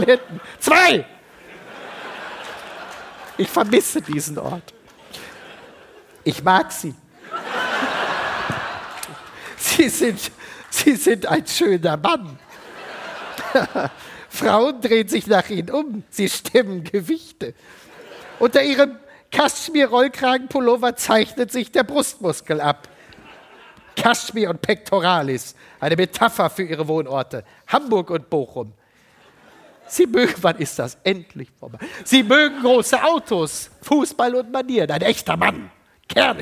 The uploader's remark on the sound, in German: live aus Köln